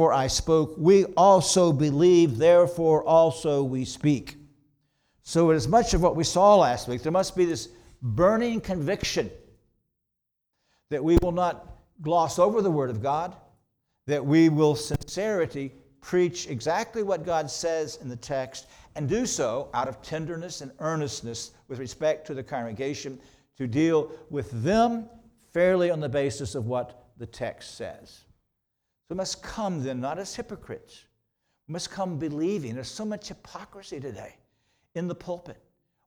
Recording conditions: large echoing room